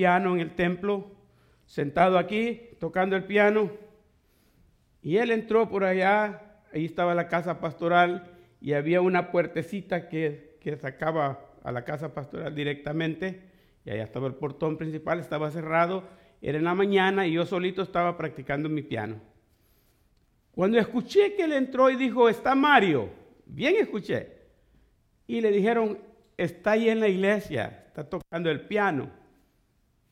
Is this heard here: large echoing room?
yes